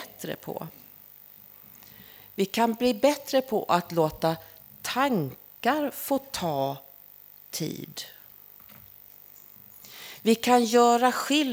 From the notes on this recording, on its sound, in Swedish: Inspelad under gudstjänst på Snäckan, Klintehamn.